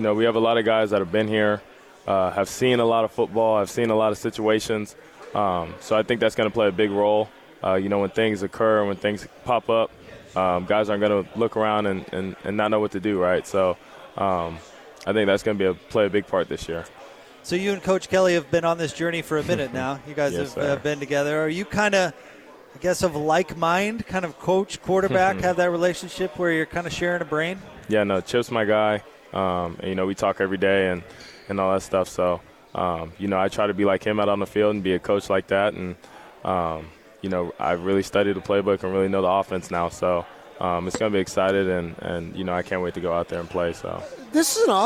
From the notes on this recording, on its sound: LIVE from Pac-12 Media Day in Los Angeles, CA